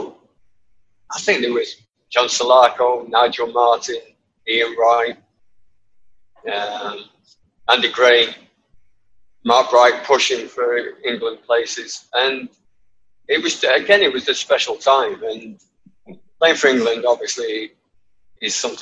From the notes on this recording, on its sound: Apologies the audio isn't amazing, the perils of Zoom!